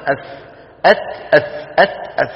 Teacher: الثاء من فين؟ من أطراف الثنايا العليا مع طرف اللسان